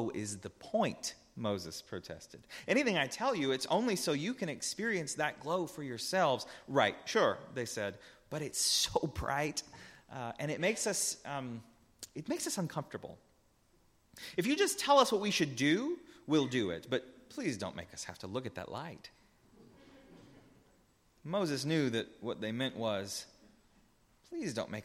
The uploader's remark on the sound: A Transfiguration Sunday sermon. Preached at Northminster Church on March 3, 2019.